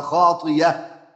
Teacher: همزة مفتوحة وقعت بعد كسر أبدلناها إلى ياء، يبقى خاطئة. · Term: تبدل ياء